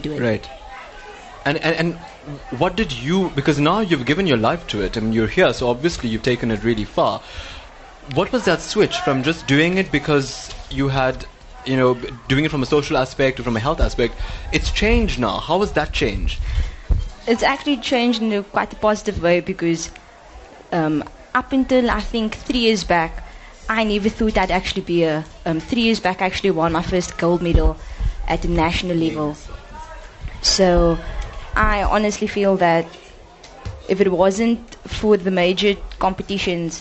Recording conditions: busy venue